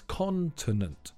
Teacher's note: The stress is on the first syllable, so it's continent.